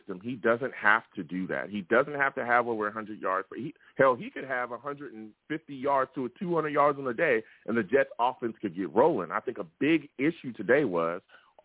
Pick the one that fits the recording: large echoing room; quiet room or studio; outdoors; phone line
phone line